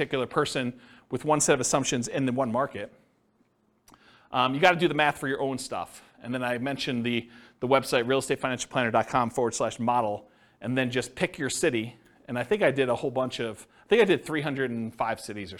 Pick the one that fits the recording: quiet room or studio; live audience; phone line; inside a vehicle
live audience